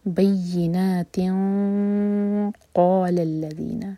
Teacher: تا کے نیچے تنوین ہے اس کے بعد ہے قاف تو ہم کریں گے اخفاء اور ہیوی اخفاء کیونکہ قاف جو ہے ہیوی لیٹر ہے بینات قال الذین قو